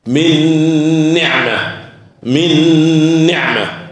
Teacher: نشيل الاولانيه ونغن الثانيه حركتين · Term: الادغام بغنه